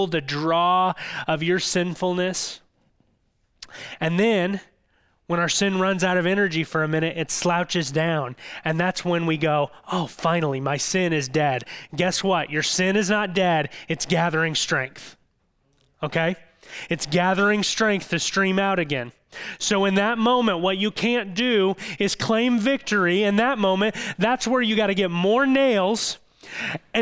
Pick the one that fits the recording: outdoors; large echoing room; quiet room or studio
large echoing room